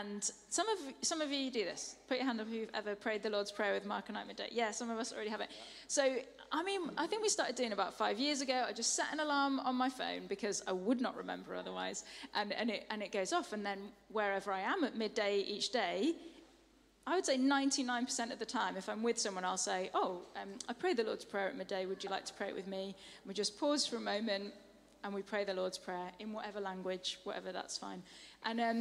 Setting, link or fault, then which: setting, large echoing room